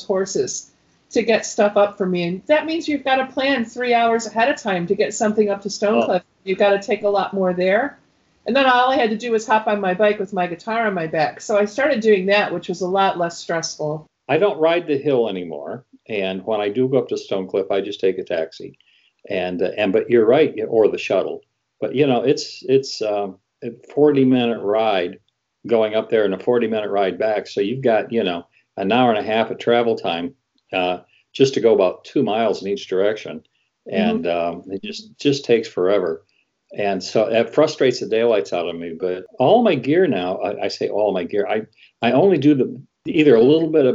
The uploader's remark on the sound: In this episode I Skype with singer/songwriter.